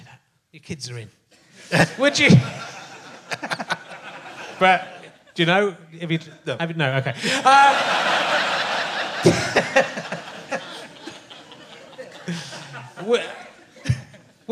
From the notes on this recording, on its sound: back at the Liverpool Playhouse